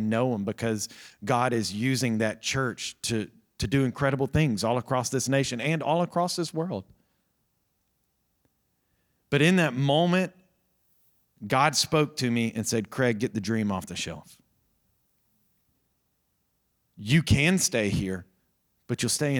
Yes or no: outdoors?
no